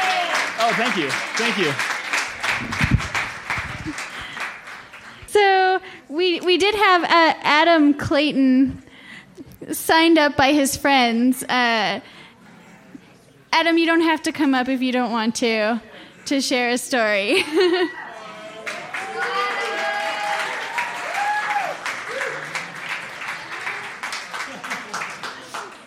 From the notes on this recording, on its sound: Audience members step up to the stage to share their tales from the tour!